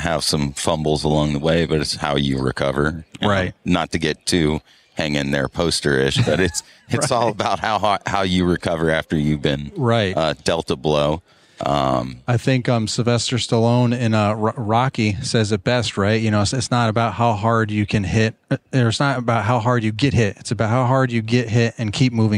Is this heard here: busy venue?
yes